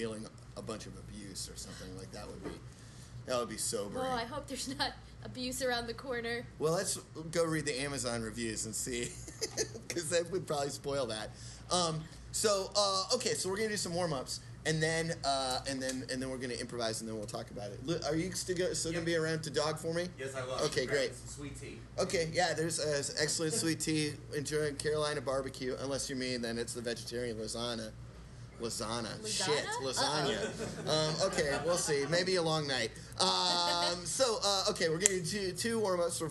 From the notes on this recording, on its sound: from the 7th annual Chicago-Raliegh improv festival (formerly i3) at ComedyWorx for our third live show!